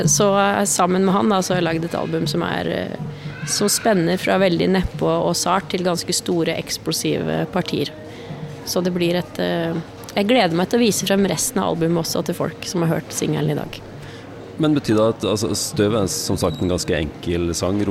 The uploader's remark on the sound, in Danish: Live fra Domus